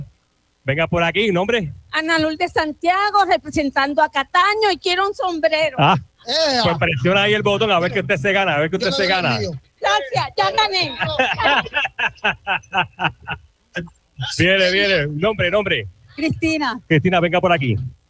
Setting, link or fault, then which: setting, busy venue